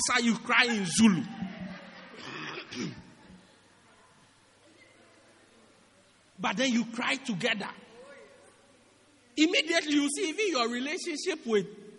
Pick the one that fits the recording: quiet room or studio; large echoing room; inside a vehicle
large echoing room